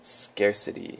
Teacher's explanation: scarcity is a noun with the emphasis on the first syllable